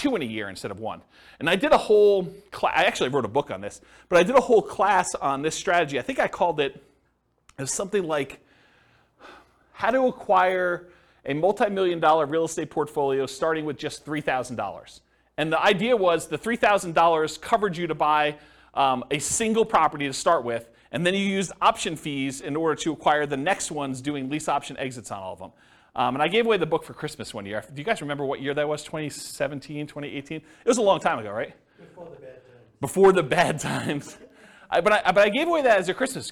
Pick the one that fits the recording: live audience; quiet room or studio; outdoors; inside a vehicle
live audience